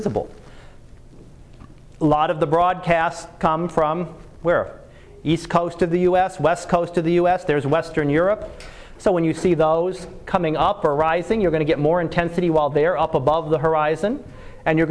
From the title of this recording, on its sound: Live Class Lecture